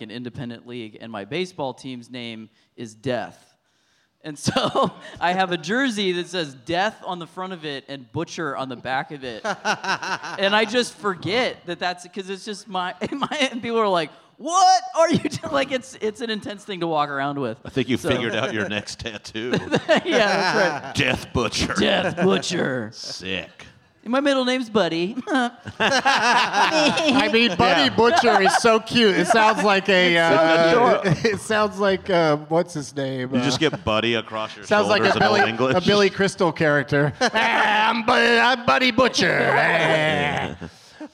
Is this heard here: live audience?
yes